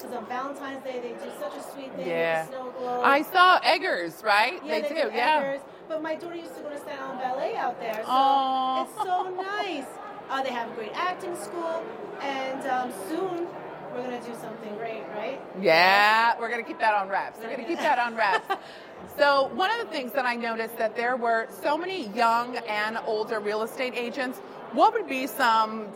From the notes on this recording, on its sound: at the 2023 Staten Island Board Of Realtors Expo hosted at the lovely Hilton Garden Inn